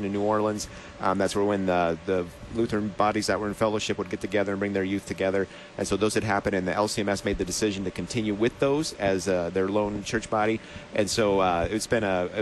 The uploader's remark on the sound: Live from LCMS #NYG2019